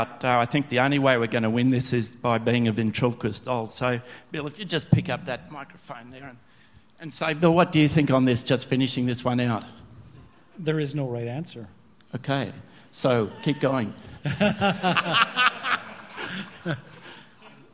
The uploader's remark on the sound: The following is a recording of the traditional closing event of the AusCERT event